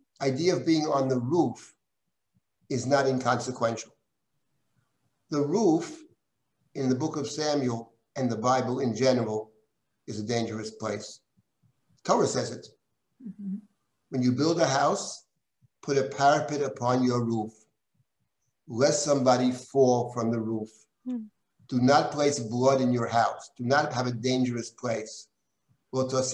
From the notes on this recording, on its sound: This audio was originally captured from Zoom